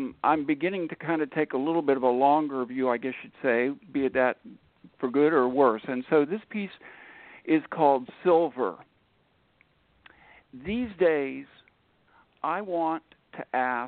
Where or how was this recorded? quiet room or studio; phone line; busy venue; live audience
phone line